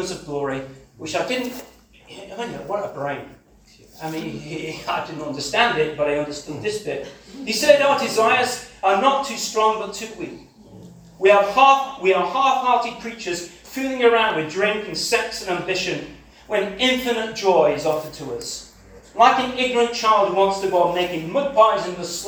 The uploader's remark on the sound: This sermon was preached. At CCM Ladybarn.